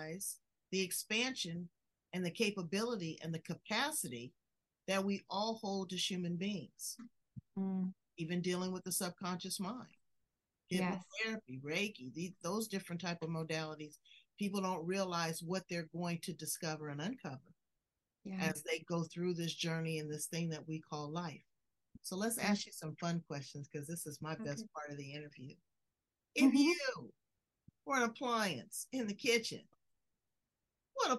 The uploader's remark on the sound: Over Zoom